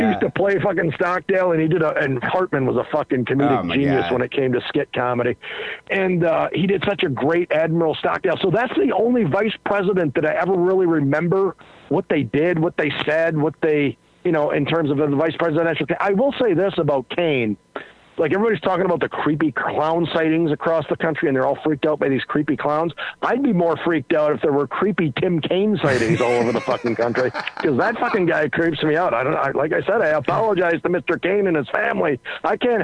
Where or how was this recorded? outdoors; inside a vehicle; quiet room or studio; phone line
phone line